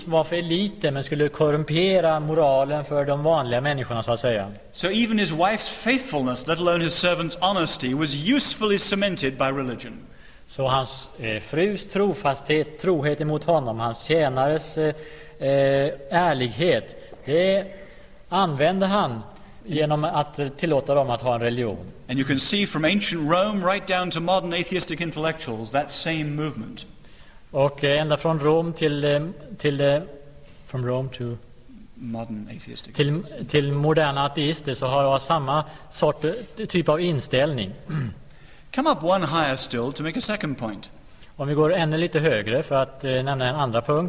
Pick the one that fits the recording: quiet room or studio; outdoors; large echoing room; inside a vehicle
large echoing room